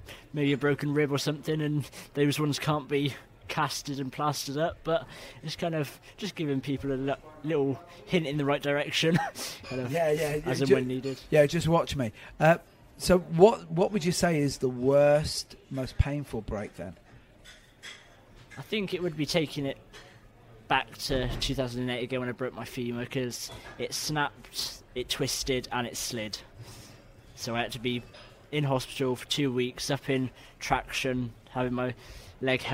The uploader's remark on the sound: Recorded earlier this year at the Warriors Assemble awards.